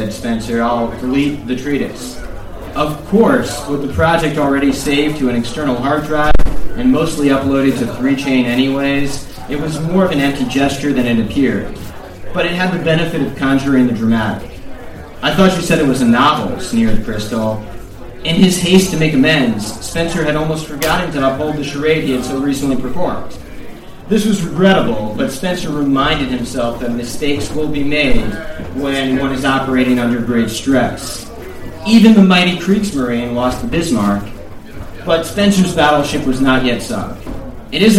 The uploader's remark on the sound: live event at Sovereign House in NYC